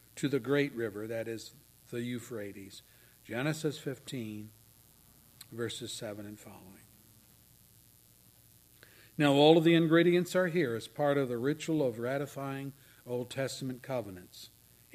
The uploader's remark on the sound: Services recorded at Thornville Baptist Church.